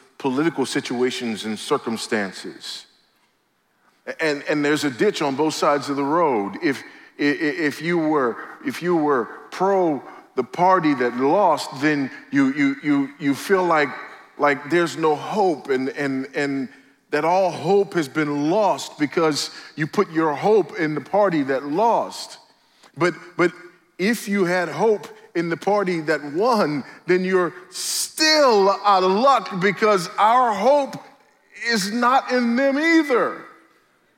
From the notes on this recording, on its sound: at the IOPT pre-conference event before the Founders "The Only God" national conference in Southwest Florida